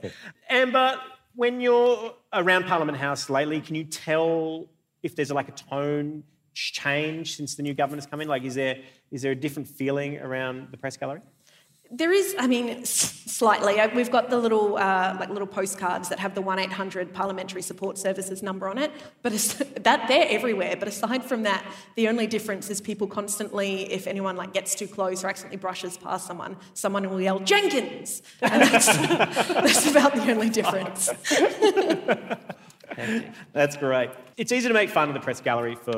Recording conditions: live audience